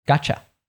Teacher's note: when we have a T plus a Y, usually we'll change it to a ch sound. So look out for this, for example, when you have the pronoun you, because it'll usually reduce, and if it has a T before it, we'll change it to that ch sound.